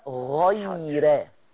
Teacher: بس عايز الراء تترقق حبة